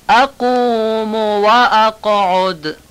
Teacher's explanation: اقوم و اقعد، اینجام الف اقوم رو بیان کنیم، حذف نشه، قاف اقوم محکم و از ته گلو بیان بشه، و اقعد، این قاف اقعد و عین اقعدم درست ادا بشه، دال آخرش هم تبدیل به ت نشه، اقعد.